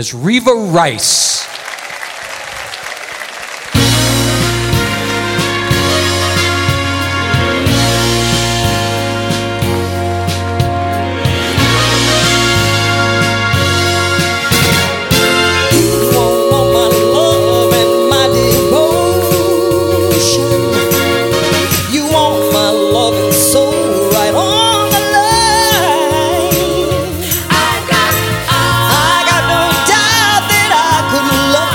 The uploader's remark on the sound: Live at the South Point Casino